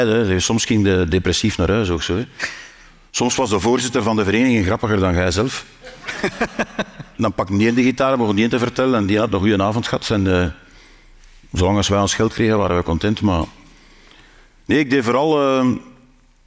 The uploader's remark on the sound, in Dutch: Live opgenomen tijdens het International Comedy Festival Geel in september 2023.